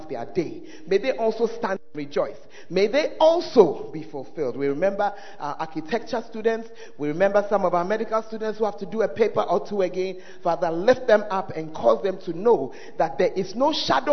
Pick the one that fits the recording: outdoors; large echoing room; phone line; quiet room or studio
large echoing room